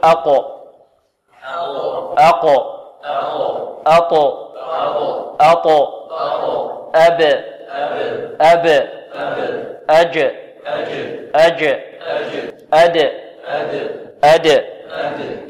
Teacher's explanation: نطبق القلقلة على هذه الحروف الخمسة، نقول أقو، أقو، أقو، أقو، أب، أب، أج، أج، أد، أد. إذن القلقلة هنا لا تميل لا إلى كسر ولا إلى فتح ولا إلى ضم، بل هي اضطراب في المخرج